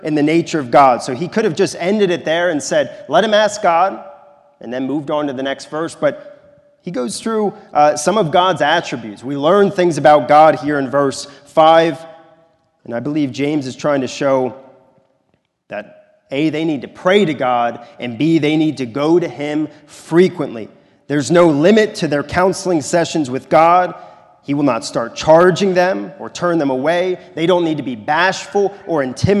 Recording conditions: large echoing room